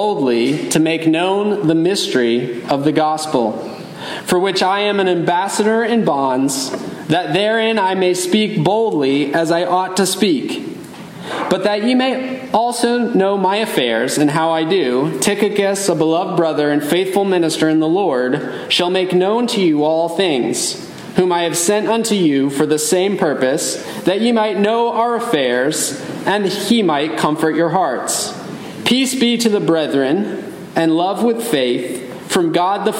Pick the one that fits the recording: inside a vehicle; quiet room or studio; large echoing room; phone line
large echoing room